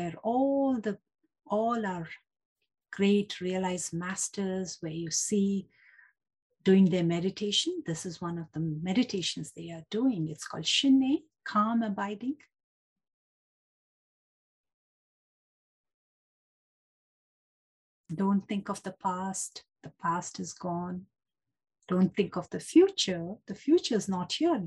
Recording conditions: video call